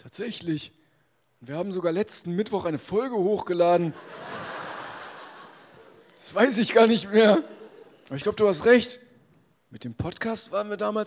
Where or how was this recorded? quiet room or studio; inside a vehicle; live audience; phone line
live audience